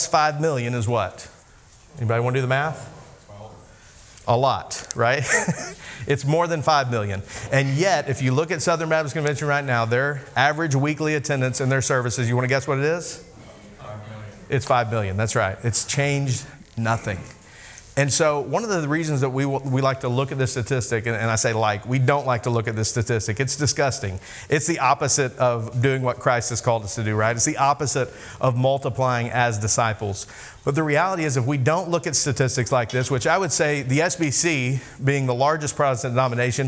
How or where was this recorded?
live audience